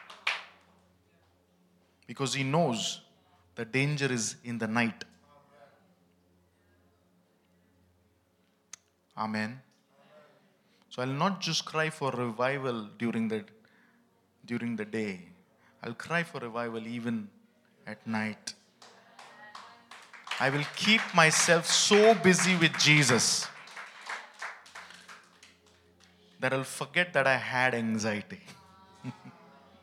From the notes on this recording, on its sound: ministering at HISnearness Church, Bangalore at the Celebration Service